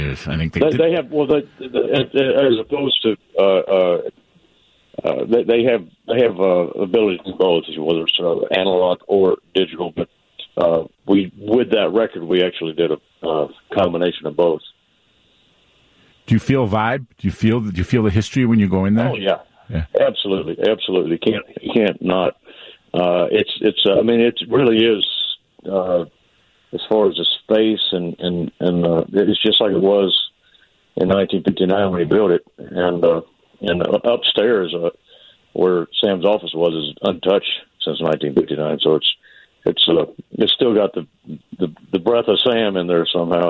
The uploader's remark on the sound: by phone